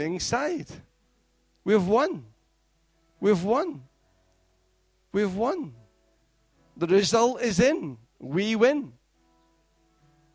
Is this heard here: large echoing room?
yes